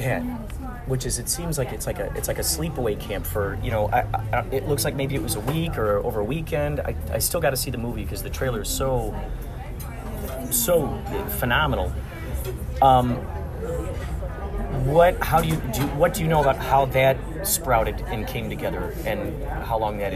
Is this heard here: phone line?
no